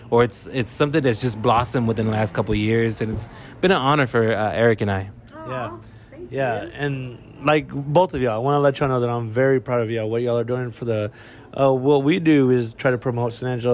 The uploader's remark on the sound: on location from Whiskey River Saloon